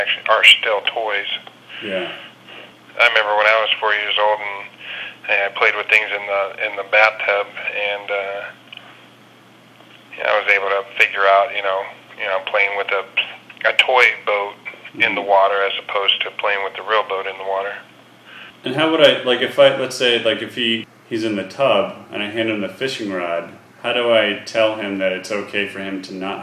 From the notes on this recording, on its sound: …'s Personal Prank Phone Calls Collection.